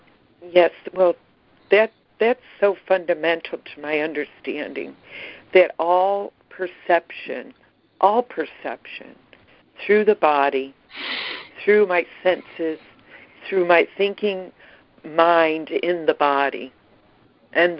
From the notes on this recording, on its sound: ACIM Daily Conference Call.